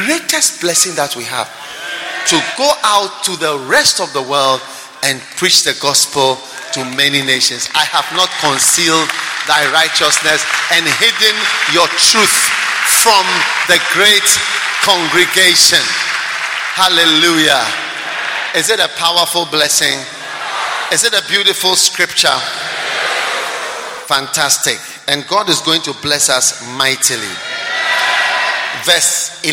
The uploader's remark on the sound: Preached at the King of Kings Cathedral, Achimota.